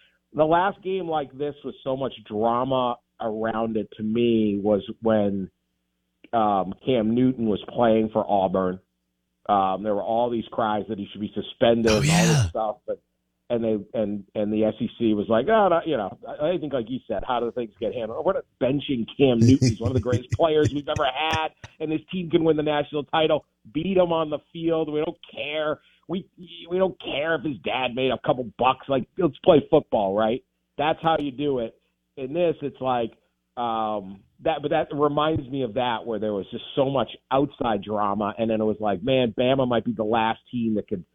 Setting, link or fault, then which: link, phone line